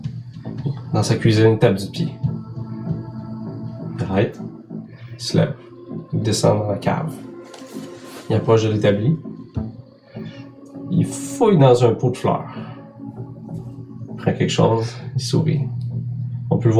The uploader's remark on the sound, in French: Vous remarquerez que nous avons eu quelques problèmes de son pour cet enregistrement. Micros : Audio-Technica AT875R Console Behringer Xenyx X2222USB.